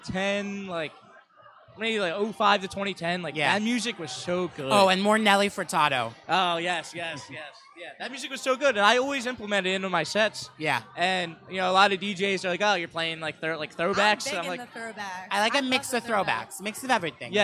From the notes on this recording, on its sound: an episode shot live from Tradesman's in Philadelphia